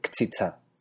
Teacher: la gente usualmente omite la e y dice qtzitza